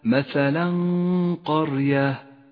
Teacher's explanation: نخفي التنوين بالقاف مع بقاء غنة للتنوين ولذلك لون التنوين بالأخضر اقرأ قوله تعالى فأذاقها فأذاقها ولاحظ أن · Term: الإخفاء